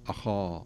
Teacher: أي نعم، يعني في هذه الكلمة أخاه، لو ننظر إلى الهمزة مرققة ثم تأتي الخاء بعدها مفخمة، هذا من حروف الاستعلاء، وخاصة أنه مفتوح وهو من أعلى درجات التفخيم، ثم يأتي بعده الألف، الألف التي بعده أخا تتأثر بما قبلها فتفخم الألف